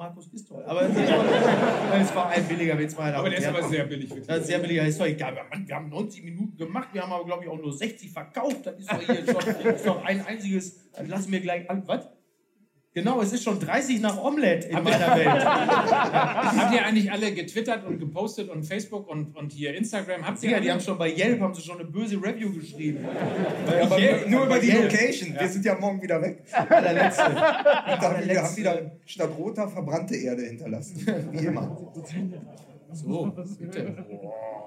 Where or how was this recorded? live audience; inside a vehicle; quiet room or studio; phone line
live audience